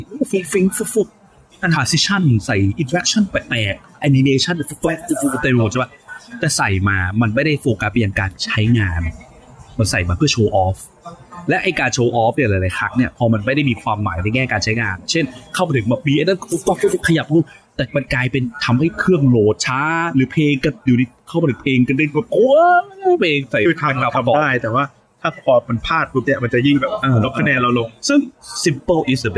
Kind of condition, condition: fault, background noise